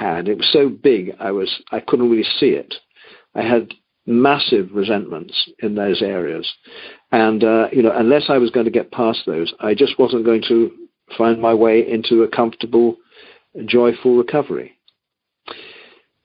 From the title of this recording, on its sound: Monday Noon Phone Speakers Series